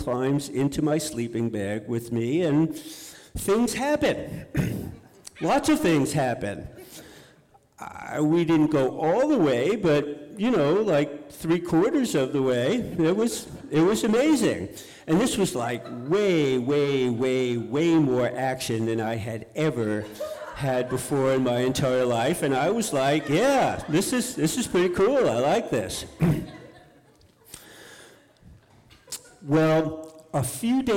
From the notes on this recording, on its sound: On The Road Series. Live in Dallas, OR. Portland Story Theater.